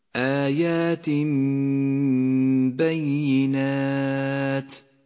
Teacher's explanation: قلب التنوين إلى ميم لأنه جاء بعده حرف الباء، لونت الميم بالأخضر لأنها تغن بمقدار حركتين. · Term: الإقلاب